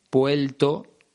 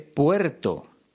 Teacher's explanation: Los nacidos en ese país suelen cambiar la R por una L cuando va en medio de una palabra. · Shown in: first take · Por ejemplo, dicen puelto en vez de puerto.